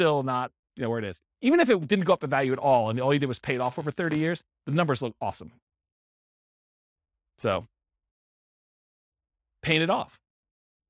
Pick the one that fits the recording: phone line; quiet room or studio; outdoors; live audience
live audience